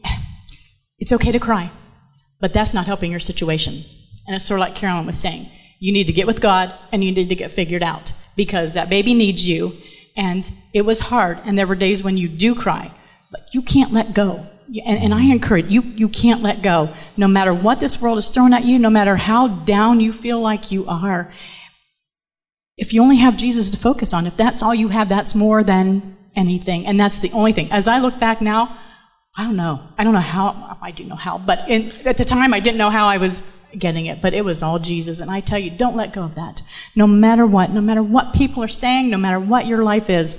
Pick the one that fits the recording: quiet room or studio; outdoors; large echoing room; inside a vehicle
large echoing room